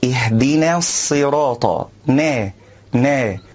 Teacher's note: البعض يقول اهدنا الصراط المستقيم، اهدنا نا نا، وهذا خطأ، والصواب أن يرقق النون والألف